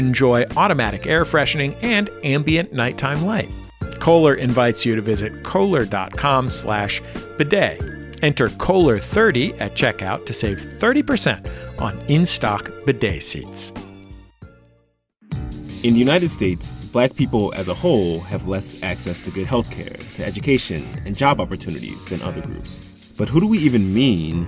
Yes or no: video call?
no